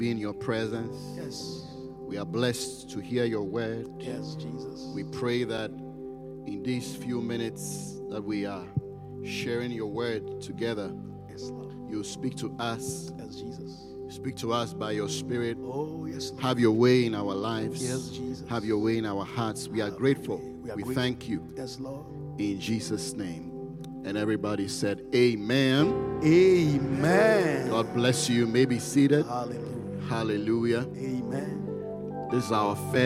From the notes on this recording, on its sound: Preached at the Qodesh